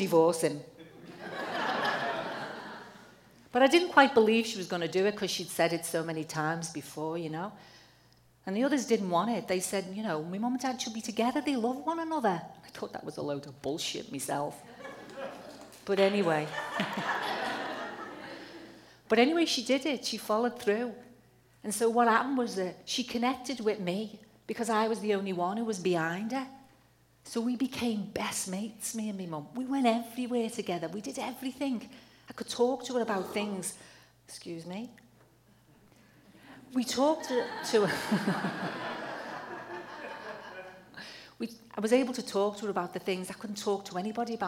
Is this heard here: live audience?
yes